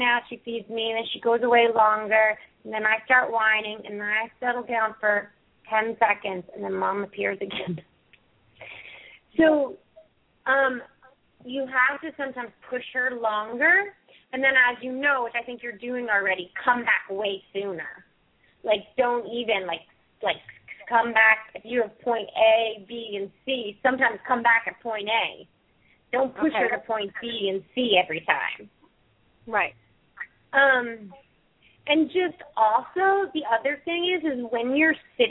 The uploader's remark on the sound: open up the lines for listeners to call